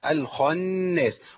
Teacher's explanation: تفخيم النون طبعا ما ينفعش لان النون عندي مرققه